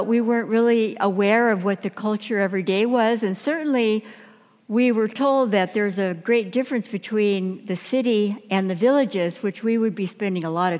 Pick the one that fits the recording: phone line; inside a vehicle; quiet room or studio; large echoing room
large echoing room